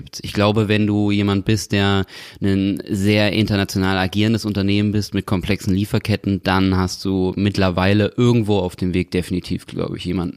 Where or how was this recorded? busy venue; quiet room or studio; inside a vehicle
quiet room or studio